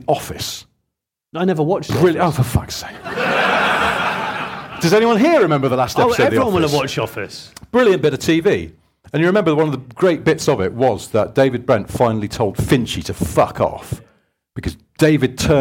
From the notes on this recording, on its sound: Audience questions live from Coventry. In their second live recording at Stellantis HQ.